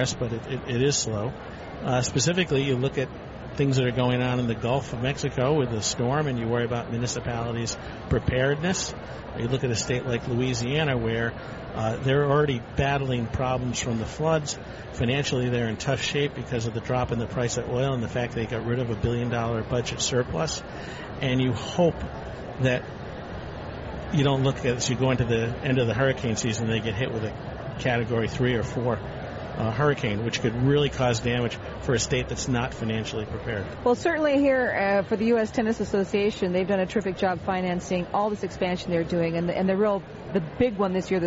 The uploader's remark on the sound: Live from the 2016 US Tennis Open.